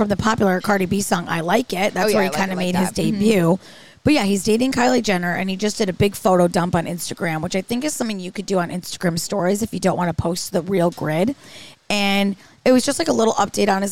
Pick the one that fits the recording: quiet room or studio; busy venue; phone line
busy venue